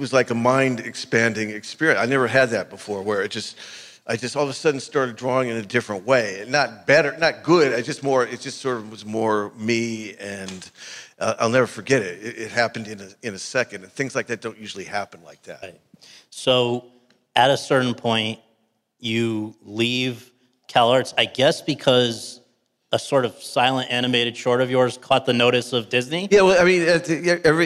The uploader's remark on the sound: In front of an audience at the Burbank International Film Festival.